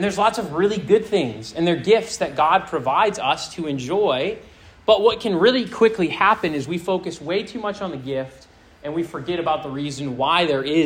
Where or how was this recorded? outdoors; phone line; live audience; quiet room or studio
live audience